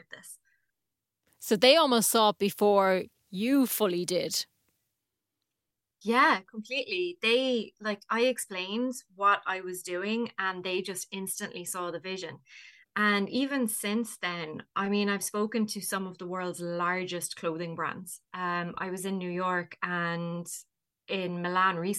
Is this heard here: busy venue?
no